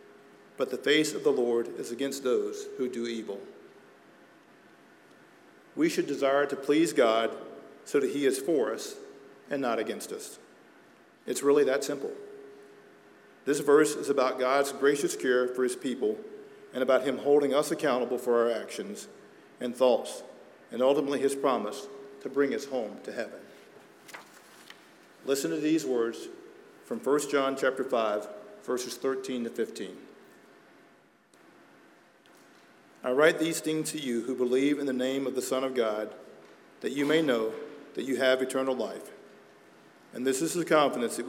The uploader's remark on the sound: at Arlington Baptist Church in Arlington, Virginia